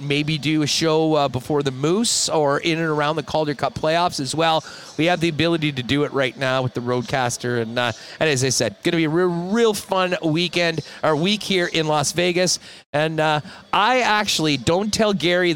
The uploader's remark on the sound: Hustler is LIVE at Bar Canada at The D Hotel in Las Vegas.